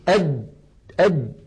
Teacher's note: فإن الجيمة العربية الفصيحة شديدة يعني ينحبس الصوت · Term: الجيم الفصيحة